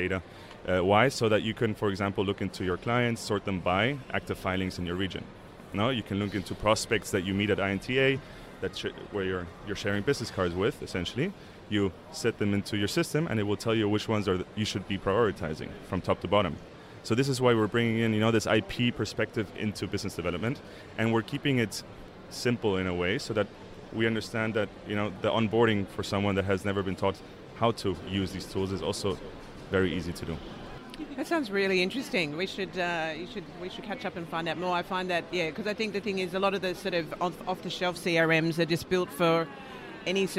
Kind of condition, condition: setting, busy venue